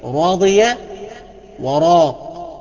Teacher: تفخم إذا كانت مفتوحة زي راضية وراق